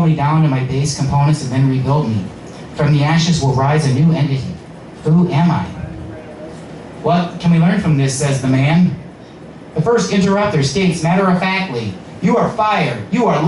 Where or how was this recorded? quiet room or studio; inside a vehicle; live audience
live audience